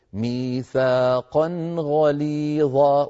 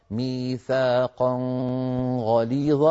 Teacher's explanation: فلا بد أن نقول ميثاقا غليظا، والخطأ ميثاقا غليظا، فنخفي النون عند الغين كما هو الحال في قراءة أبي جعفر · Shown in: second take